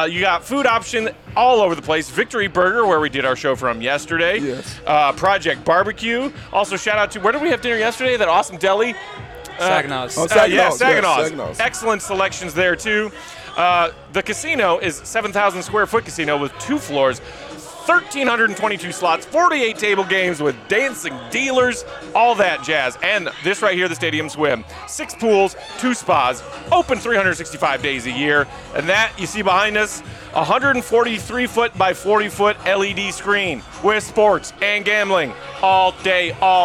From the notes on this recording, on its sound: The CHGO Bulls crew are LIVE from Stadium Swim at Circa Resort & Casino in Las Vegas.